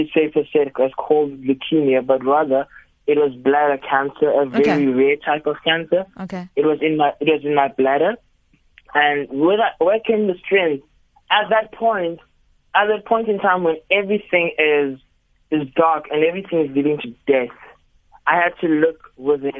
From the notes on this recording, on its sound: GUEST(Phone)